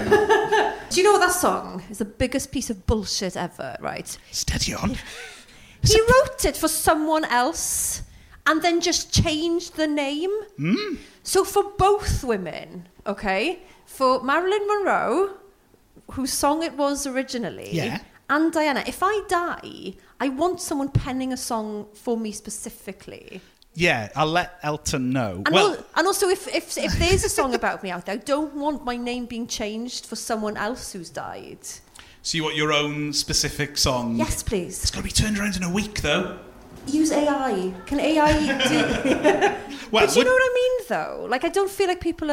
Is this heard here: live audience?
yes